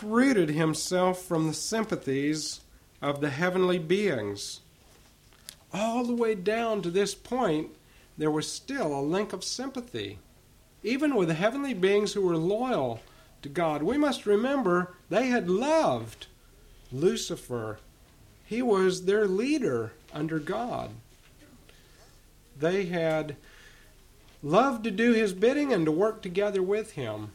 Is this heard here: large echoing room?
yes